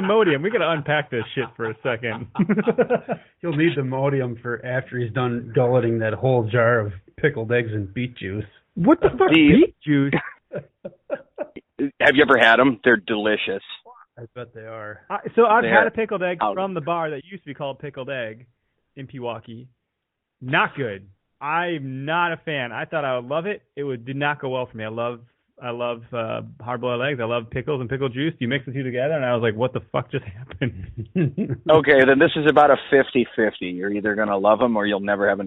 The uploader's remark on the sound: we take several calls from our listeners during our LIVE broadcast